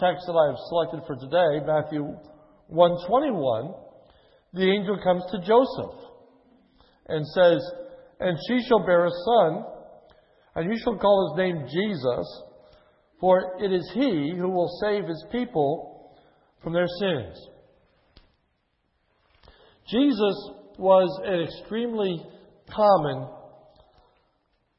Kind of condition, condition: setting, large echoing room